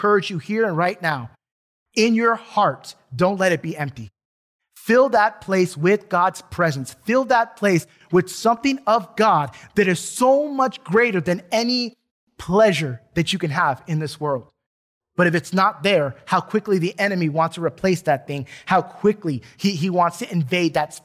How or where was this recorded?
large echoing room